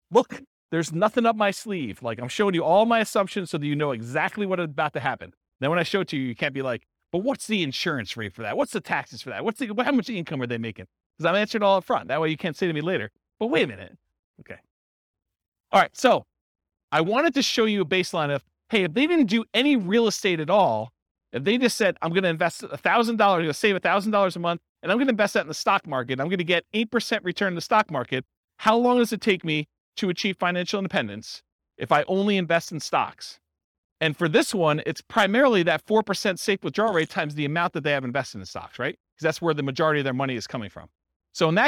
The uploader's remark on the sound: This was a live class recorded